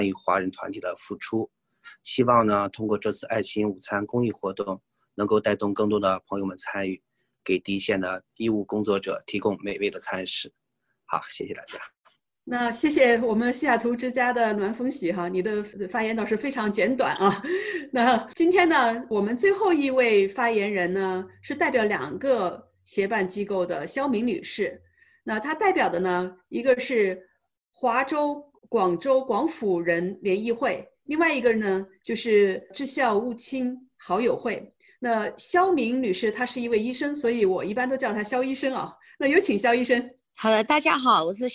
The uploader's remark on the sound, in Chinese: 这是4月13号我在线上主持的新闻发布会录音的最后一部分。